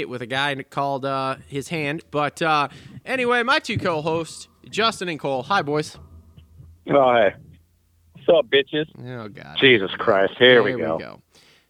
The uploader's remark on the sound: get on the phone